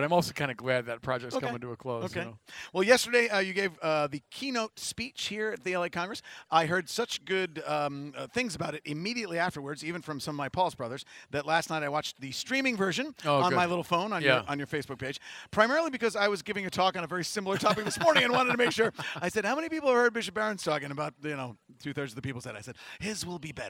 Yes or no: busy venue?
yes